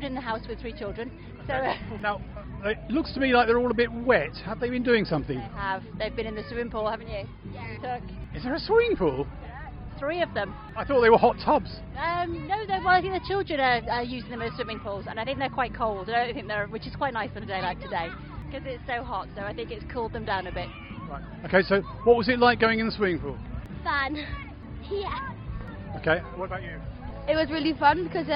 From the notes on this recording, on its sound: Meraki Festival Podcast 2019. With interviews from the festival.